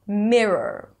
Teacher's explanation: Then you round your lips, lift the tongue up for the R, the tongue goes up, the sides of the tongue are touching the insides of the upper teeth, and the lips round, Then you relax it to a schwa sound, and then you lift it up again really quickly to another R · IPA: ˈmɪɹəɹ